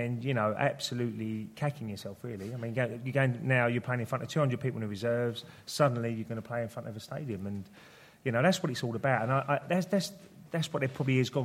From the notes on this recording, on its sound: In the second part of the LIVE show